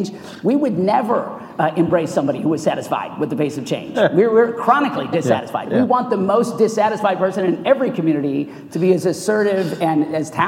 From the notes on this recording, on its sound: The best of live interviews from GreenBiz events.